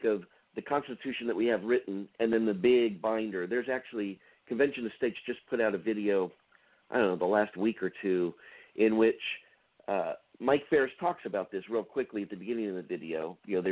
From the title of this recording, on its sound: An Open Phone Line Discussion